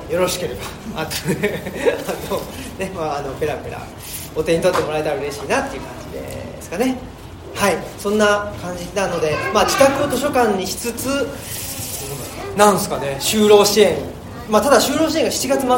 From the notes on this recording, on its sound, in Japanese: 生駒市某所自治会館で行なわれた。オムラヂ汗まみれ 公開収録に。